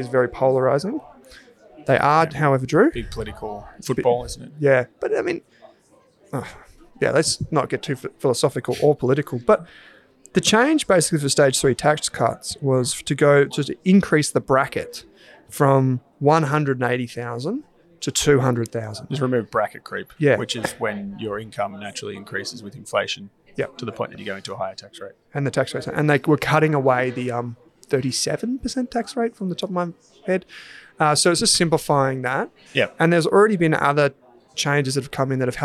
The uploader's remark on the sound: LIVE from the Australian Shareholders Assocation (ASA)